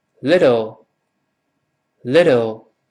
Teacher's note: a 连读变成 have，后面这个 little，L-I-T-T-L-E。注意中间那个 little 那个 t 读慢了，我们读成 little，little，同样不要读 little。老师说过，中间的短音发 e 不是 e 啊。little 读快之后，中间那个 t 又会浊化成的，这是规律了。因为前面后面声带都振动，前面 e 后面 o 声带都震动，读快了之后 t 一带着顺路就震动起来了